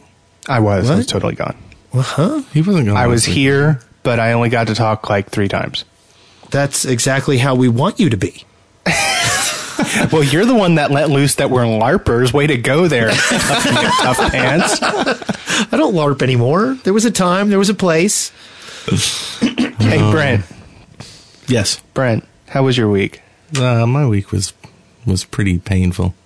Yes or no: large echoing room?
no